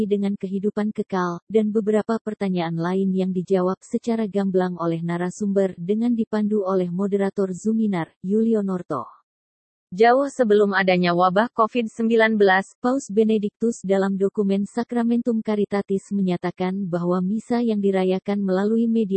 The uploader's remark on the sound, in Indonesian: digelar dengan media Zoom dan disiarkan secara langsung melalui kanal YouTube Pusat Pastoral Keuskupan Banjarmasin